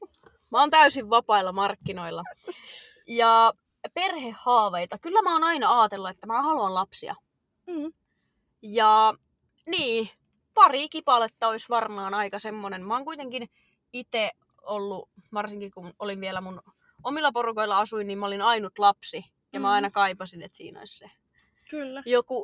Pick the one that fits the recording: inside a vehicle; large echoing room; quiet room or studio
inside a vehicle